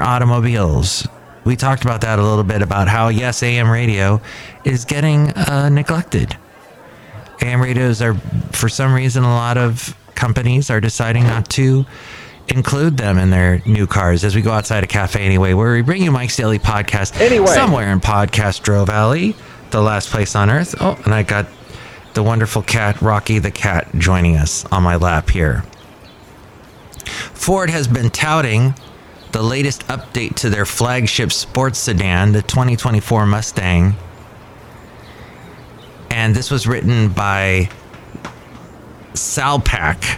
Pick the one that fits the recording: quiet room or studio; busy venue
busy venue